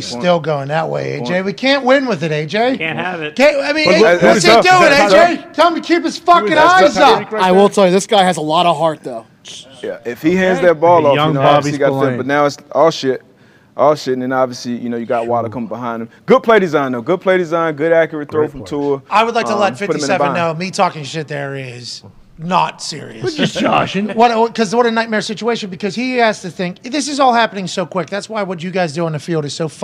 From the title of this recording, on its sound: LIVE From The ThunderDome